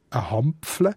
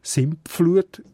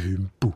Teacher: Man sagt dem Assimilation, dass zwei oder drei Laute ineinander rein verschmelzen, weil es leichter für die Aussprache ist. Also wenn nach ND noch andere Vokale oder Konsonanten kommen, dann ist es viel leichter, wenn man es als MP ausspricht.